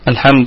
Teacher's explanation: الحمد لام قمرية مظهرة، حروف الإظهار هي: ابغي حجك، حجك حرف الهاء وخف عقيمة. ونراعي كمان في اللام صفة البينية، أنها بين الشدة والرخاوة. الكلمة طبعا كلها مرققة، والميم ساكنة في الدرجة الرابعة من درجات الغنة، والدال حال الوقف عليها تكون ساكنة متطرفة، تكون في قلقلة وسطى، أما وصلا في قلقلة نسبية.